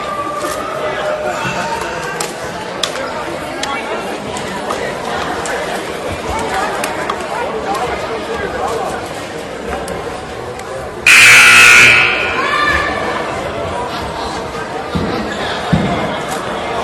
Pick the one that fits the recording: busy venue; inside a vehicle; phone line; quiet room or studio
busy venue